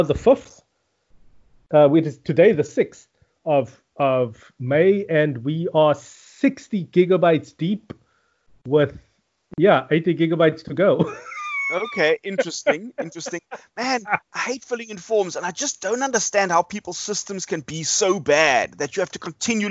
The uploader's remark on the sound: Recorded via Skype